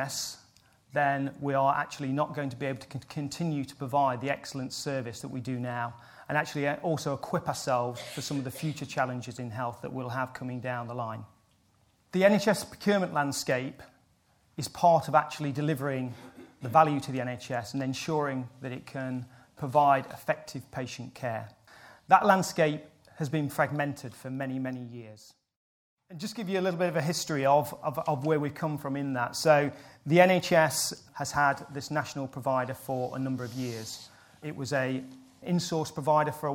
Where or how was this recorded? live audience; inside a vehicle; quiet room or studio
live audience